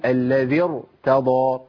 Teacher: يبقى أنا عندي الراء إذا بدأ بها الكلام تفخم على طول